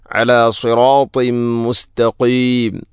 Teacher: തൻവീനു ശേഷം മീം വന്നാൽ ഇദ്ഗാം കാമിൽ, തൻവീനിനെ മീമിലേക്ക് ഇദ്ഗാം ചെയ്യണം